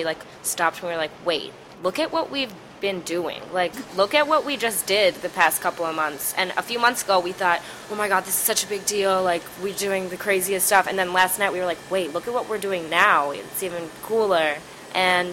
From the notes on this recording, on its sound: In an interview recorded at a local cafe.